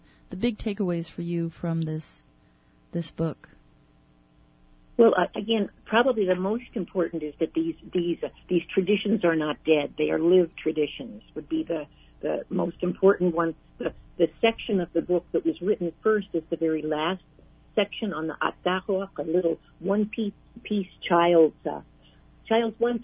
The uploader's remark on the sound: On the phone